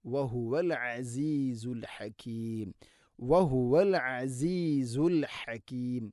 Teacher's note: ഐനും ഹാഉം തൊണ്ടയുടെ മധ്യഭാഗമാണ് മഖ്റജ്, കൃത്യമായിട്ട് ഉച്ചരിക്കാൻ ശ്രദ്ധിക്കണം ഇൻഷാഅല്ലാ.